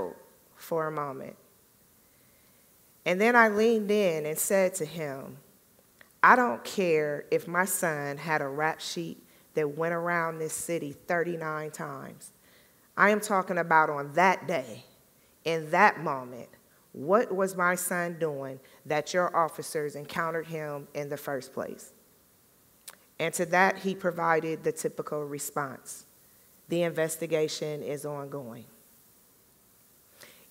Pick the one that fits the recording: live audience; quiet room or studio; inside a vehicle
live audience